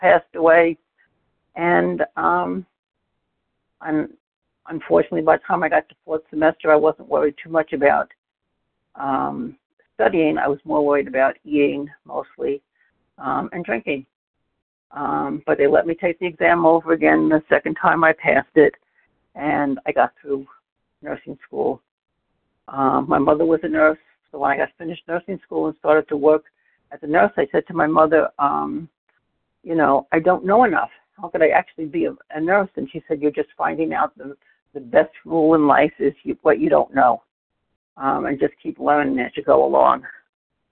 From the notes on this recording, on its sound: 100 Pounders Phone Meeting